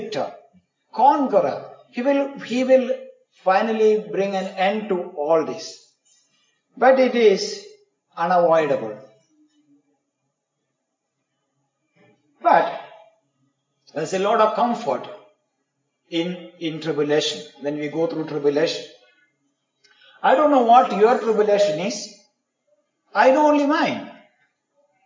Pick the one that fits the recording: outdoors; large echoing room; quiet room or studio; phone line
large echoing room